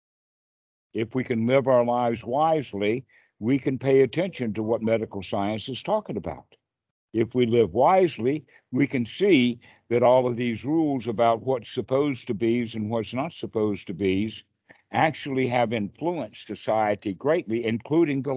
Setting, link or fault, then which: link, video call